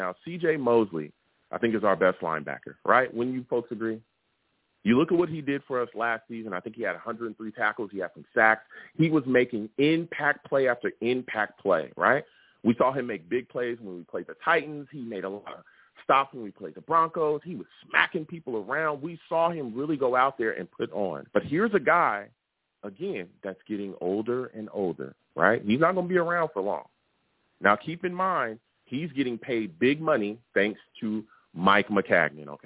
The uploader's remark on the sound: I also take live callers!